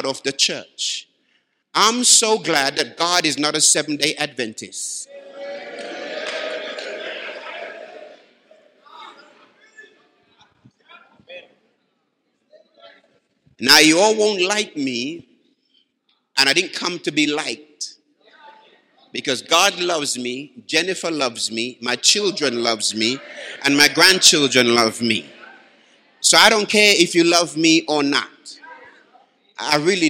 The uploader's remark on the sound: Live from Baraton University Church 2018.